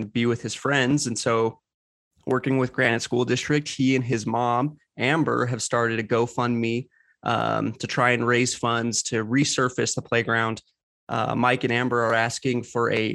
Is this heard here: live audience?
no